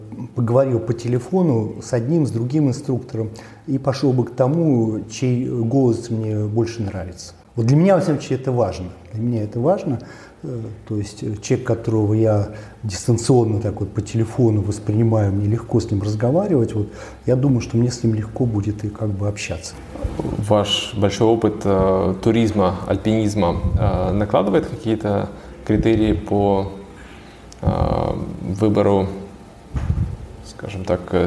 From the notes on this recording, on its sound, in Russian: на встрече, посвящённой 5-летию школы NordicWalking